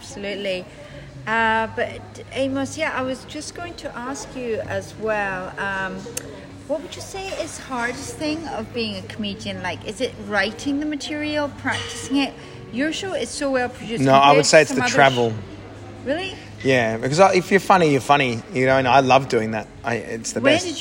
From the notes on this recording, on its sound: Recorded live at the EDINBURGH FESTIVAL, at The Waldorf Astoria, Scotland.